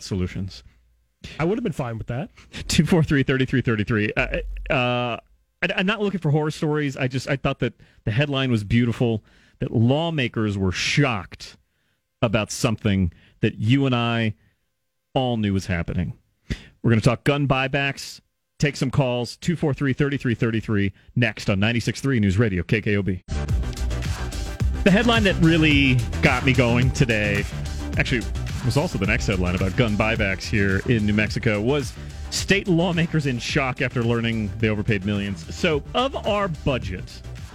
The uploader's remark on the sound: takes your phone calls on News Radio KKOB